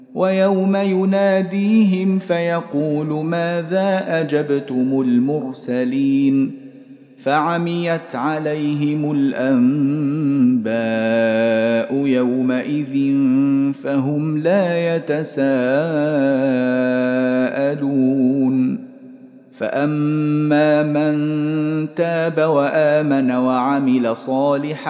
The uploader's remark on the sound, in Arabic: مسجل من صلاة التراويح بمسجد السلام بحي مشرفة بجدة.